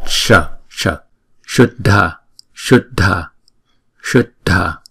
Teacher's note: mình đọc bằng phần palatal, tức là mình để đầu lưỡi mình á, gần ở bên trong cái phần hàm răng và chúng ta ến cái lưỡi lên, chúng ta đọc là Sh, Sh, Shuddha, Shuddha, Shuddha. · Term: S palatal